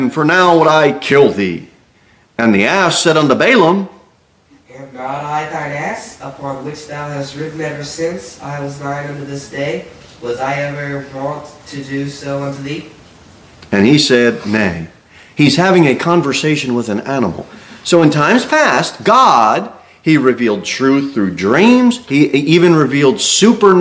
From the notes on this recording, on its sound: Sermon delivered at Pilgrim Baptist Church. Pilgrim Baptist Church, a bible-believing, independent Baptist church.